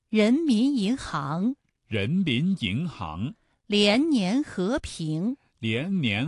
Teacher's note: 声带从不松不紧开始，逐步绷紧，直到最紧，声音从不低不高到最高 · Term: 二声